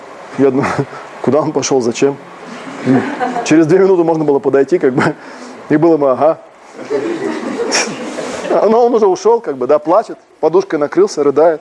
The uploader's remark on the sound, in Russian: на фестивале "Пространство любви" 19 мая 2018